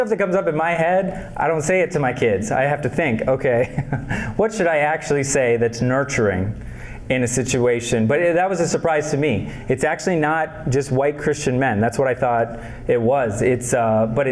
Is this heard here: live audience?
yes